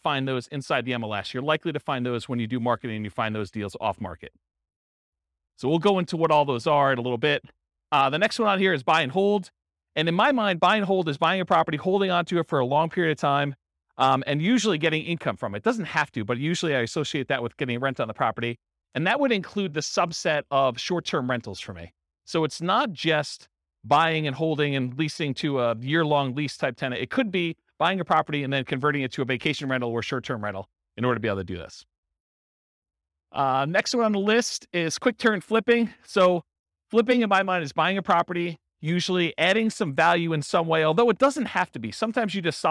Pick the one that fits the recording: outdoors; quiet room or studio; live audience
live audience